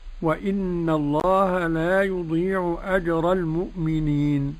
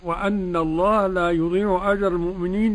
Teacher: كلمة وأن الله قرأ الكسائي بكسر الهمزة · Shown in: first take · : وإن الله لا يضيع أجر المؤمنين.